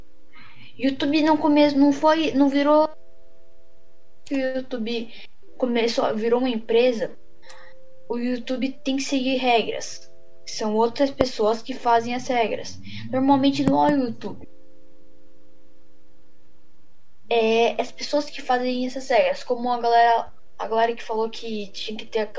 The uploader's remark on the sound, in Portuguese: Desculpa pela Qualidade pq meu fone é ruim e minha Internet estava ruim.